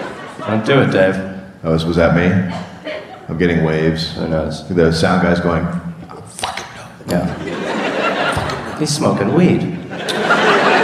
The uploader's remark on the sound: Live in Chicago. Recorded live at The Anthenaeum in Chicago, Illinois.